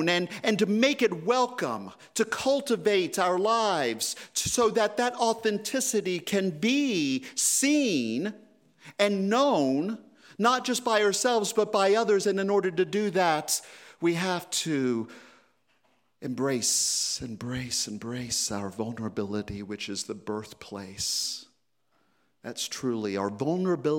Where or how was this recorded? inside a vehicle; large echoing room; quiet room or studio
large echoing room